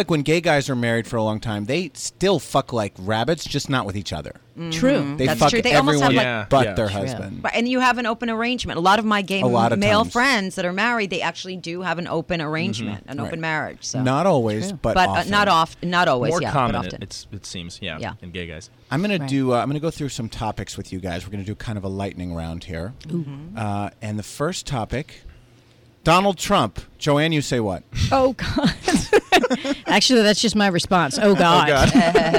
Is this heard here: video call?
no